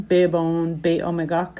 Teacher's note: the alliteration Bibon Bit Omagak, where you've got the B's and the short I versus the long I sound